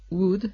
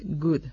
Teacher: debemos diferenciar la aproximante bilabial w escrita del sonido g